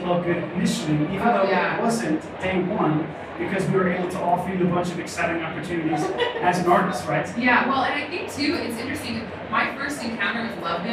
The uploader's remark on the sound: Live from SEEK2019! At the SEEK conference, which took place in Indianapolis in early January.